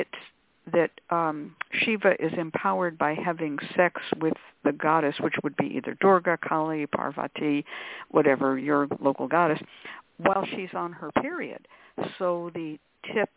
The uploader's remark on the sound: The Lucky Mojo Hoodoo Rootwork Hour is a real, live call-in show. Via ZOOM!